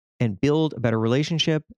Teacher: I made an almost little whistling sound when I said relationship, like it was on the sh part.